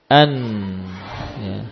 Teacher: Ujung lidah menempel gusi. Tapi suaranya apa? Berpindah ke hidung. · Term: nun